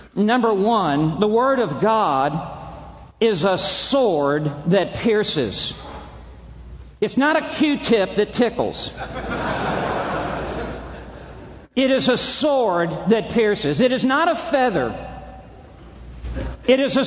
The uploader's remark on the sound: From the Shepherds' Conference - Inerrancy Summit.